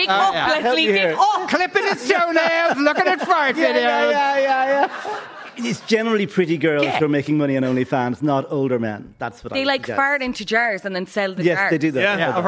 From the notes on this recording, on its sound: LIVE from The Sugar Club